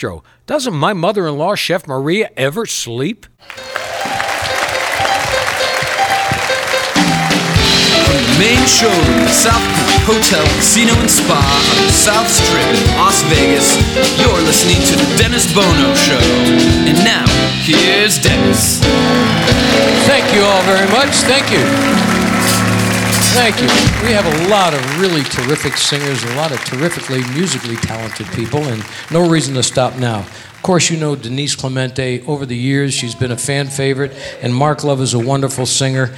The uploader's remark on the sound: Live at the SouthPoint Casino